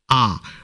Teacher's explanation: আ স্বরধ্বনি উচ্চারণে জিহ্বা সবচেয়ে নিচে থাকে